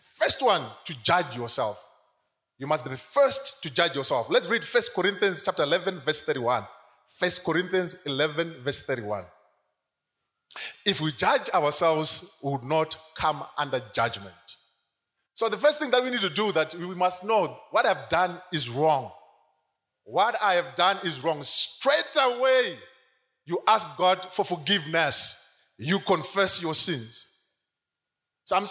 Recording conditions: live audience